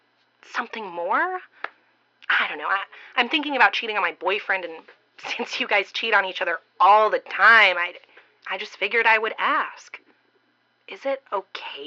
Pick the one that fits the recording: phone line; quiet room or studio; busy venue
phone line